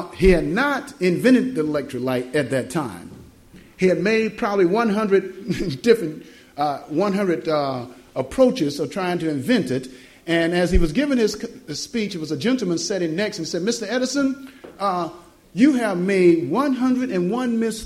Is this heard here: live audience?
yes